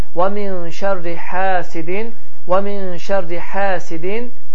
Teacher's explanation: Heç bir simvol və ya əlamət olmadığı üçün biz dedik ki, əgər əlif sakin olarsa, yəni üzərində, altında heç bir simvol və ya əlamət olmazsa və özündən əvvəl gələn hərfin hərəkəsi fəthə, yəni ə olarsa, bu zaman həmin hə hərfi iki hərəkə miqdarında uzadılır. Və min şərri həsidin, və min şərri həsidin, həsidin, həsidin yox, həsidin deyərək tələffüz olunur.